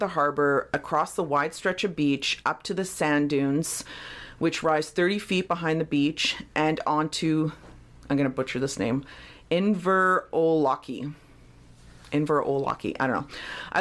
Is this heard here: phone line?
no